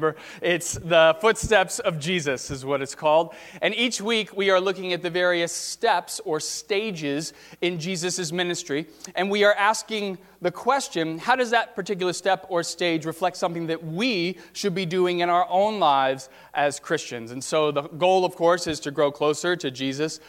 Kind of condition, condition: setting, large echoing room